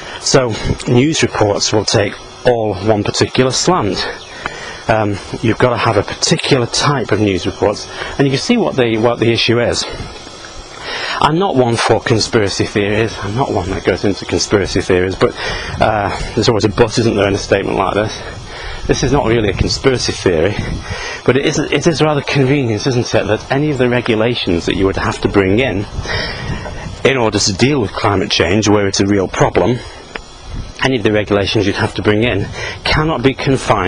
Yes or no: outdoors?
yes